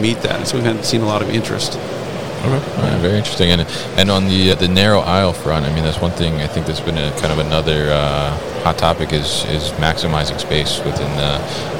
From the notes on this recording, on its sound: CLARK Material Handling at MODEX 2022